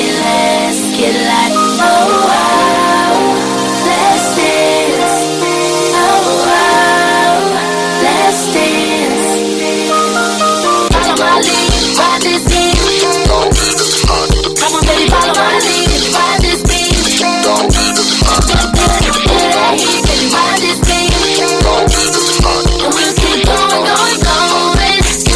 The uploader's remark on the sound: We was live at Makin' It Magazines monthly networking event "Music Monday's" in Atlanta